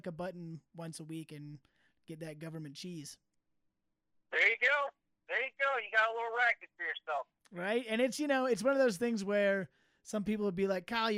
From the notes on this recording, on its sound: joined via phone